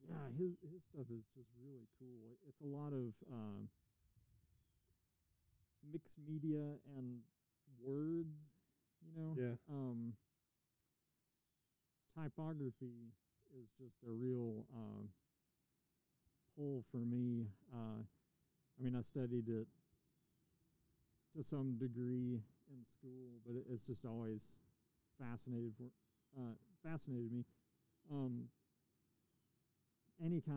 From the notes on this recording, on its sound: We had a fun chat in his driveway in front of his studio, the weather was nice, some bird noises snuck in on me which is cool